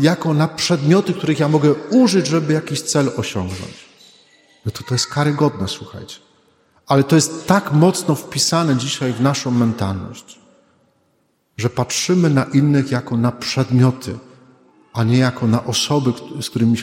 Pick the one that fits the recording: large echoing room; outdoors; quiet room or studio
large echoing room